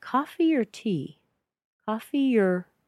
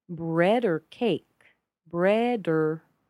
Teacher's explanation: Or becomes er. Take off the o and put a schwa in there and we get er.